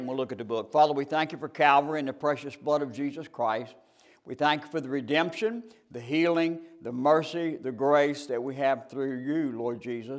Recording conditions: large echoing room